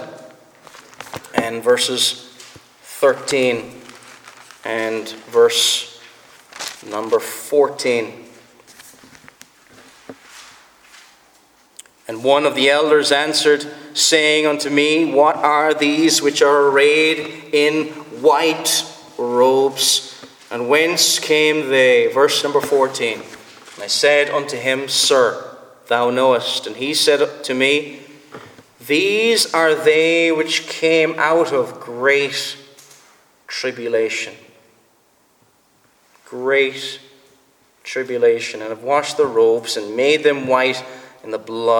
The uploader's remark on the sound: Preached at the Presbyterian Reformed Church, Stockton-on-Tees.